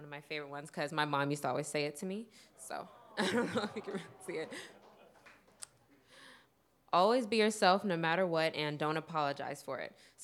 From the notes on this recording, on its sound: Each episode of Crash Radio features local musicians, writers, and storytellers presented as a live event in Asheboro, NC, which is then edited for broadcast. This episode was recorded live in The Table.